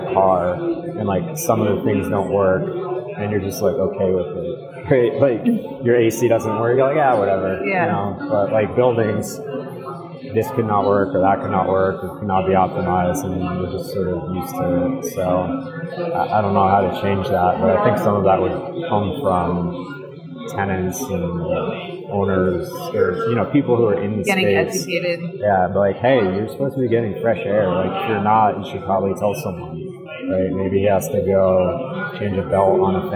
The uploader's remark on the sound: In this special bonus episode recorded at the Passive House Network Conference.